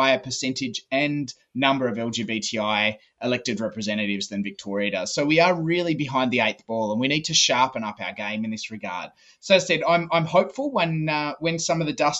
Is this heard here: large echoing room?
no